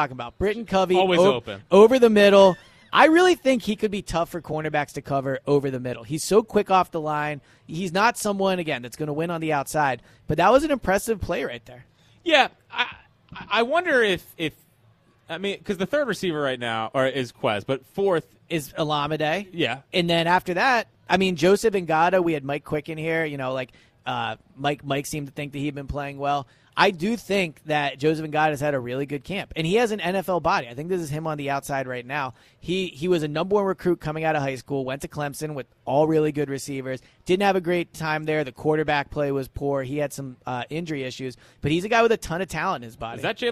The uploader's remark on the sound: Live at Lincoln Financial Field, reacting to the Eagles only open practice of the season.